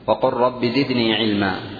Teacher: اللام والراء متقاربة المخرج، عند الإدغام اللام تبدل من جنس ما بعدها راء، لا يبقى لللام أثر، لا يبقى لللام أثر، بل تبدل راء تضغم في الراء التي تليها. · Term: إدغام المتقاربين